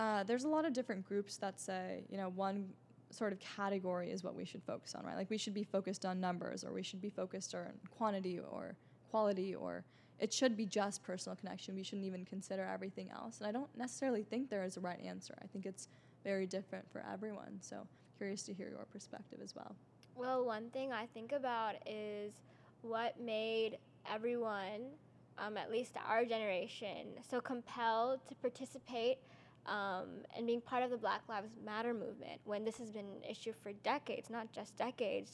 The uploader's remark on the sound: tune in live from Austin, TX at the SXSW 2022 Live Podcast Stage!